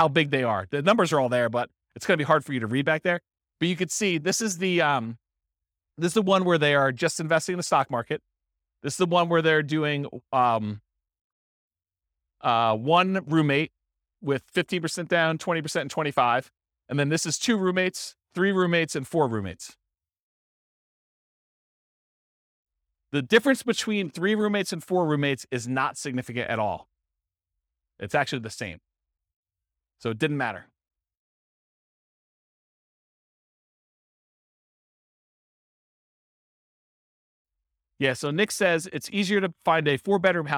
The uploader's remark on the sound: This was a live class recorded